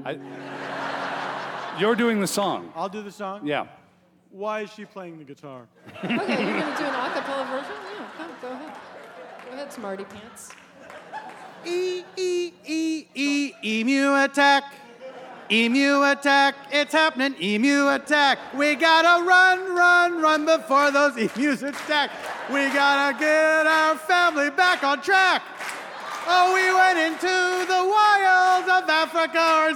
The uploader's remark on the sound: From Minnesota Public Radio. Recorded live at The Fitzgerald Theatre.